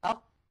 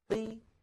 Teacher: ينحصر الضيق والإزعاج في جهاز النطق في القاف حالة سكونها، وذلك بسبب انغلاق المخرج وانقفاله انقفالا تاما · Shown in: first take · يحجز خلفه كمية من الهواء تشكل إزعاجا للناطق.